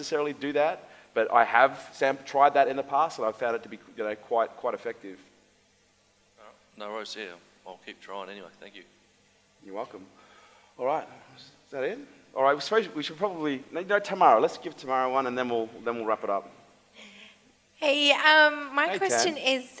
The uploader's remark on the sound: LIVE AUDIENCE